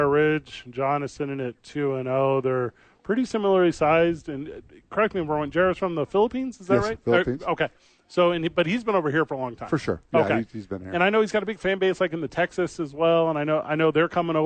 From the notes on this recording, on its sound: The bois are live from THE YMCA talking bare knuckle boxing and preseason NFL.